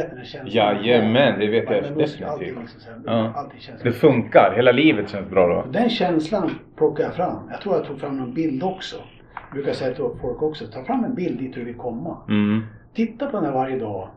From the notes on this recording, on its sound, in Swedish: Vi ber om ursäkt för ljudet i detta avsnitt då vi hade lite tekniska problem under inspelningen.